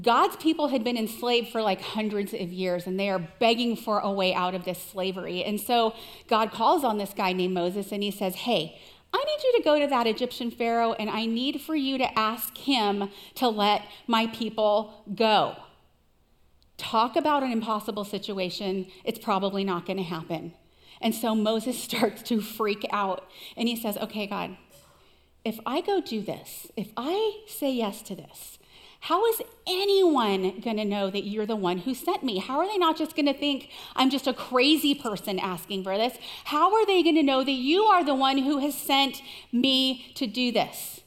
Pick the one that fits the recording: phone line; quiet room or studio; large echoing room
large echoing room